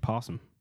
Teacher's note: You don't pronounce the O. There's an O at the beginning.